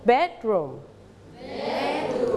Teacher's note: you have to stretch the first syllable